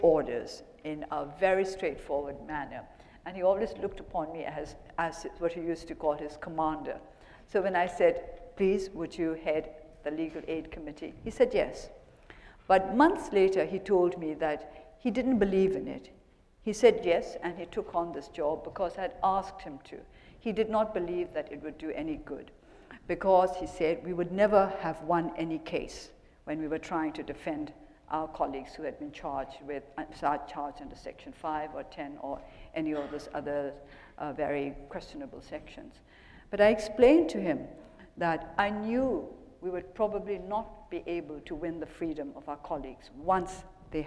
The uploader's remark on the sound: The Chubb Lecture 2012